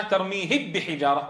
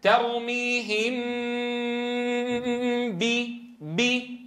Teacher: عار عن التشديد مع بقاء الغنة في الحرف الأول · Shown in: second take · تخفى الميم الساكنة بغنة إذا أتى بعدها حرف واحد وهو الباء، كما في قوله تعالى ترميهم بحجارة.